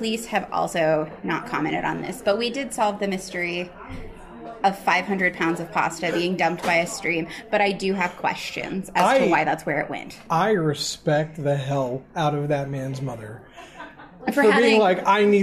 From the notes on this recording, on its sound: For the story portion, we recorded live from the main hall of Paranormish Con in Oak Hill, WV.